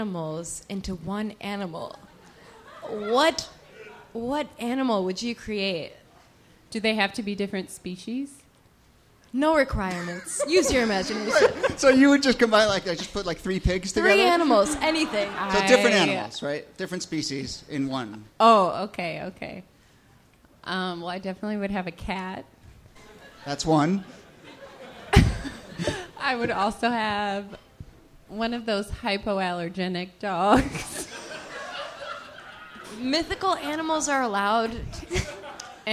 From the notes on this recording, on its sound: Ask Roulette is a conversation series in which strangers ask each other questions on stage. This excerpt is from our November regular show at Housing Works Bookstore.